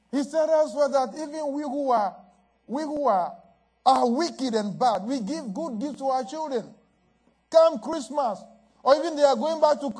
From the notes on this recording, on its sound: at Living Word Assembly of God Church